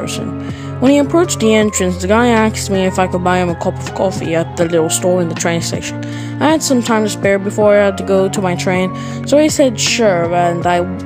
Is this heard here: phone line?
no